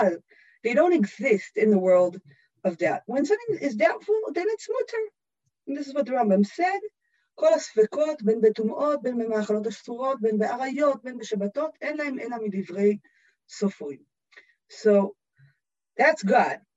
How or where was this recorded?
video call